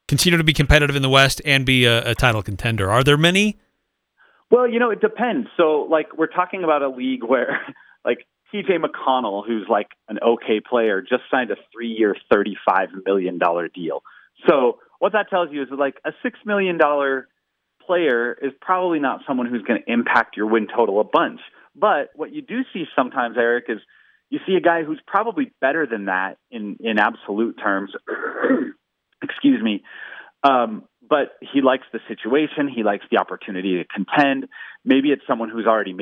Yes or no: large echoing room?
no